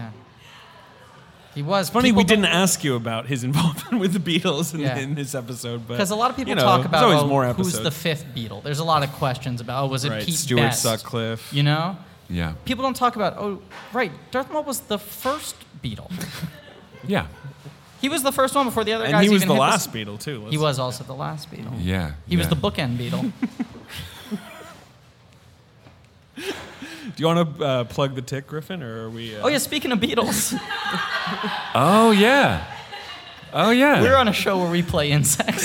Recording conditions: live audience